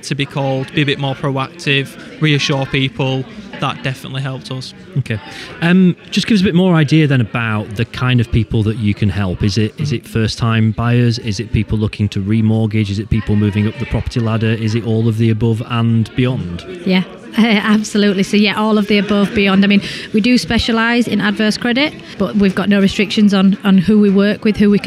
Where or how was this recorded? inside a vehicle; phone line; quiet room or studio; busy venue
busy venue